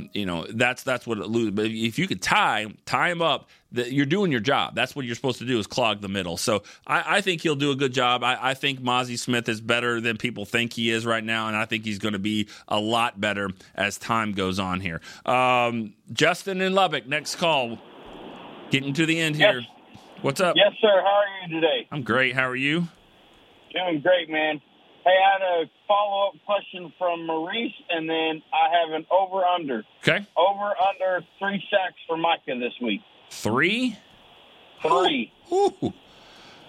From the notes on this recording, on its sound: the phone lines were flooded